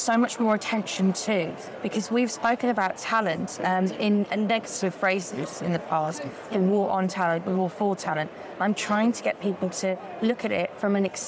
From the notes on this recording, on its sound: live from FinTech Connect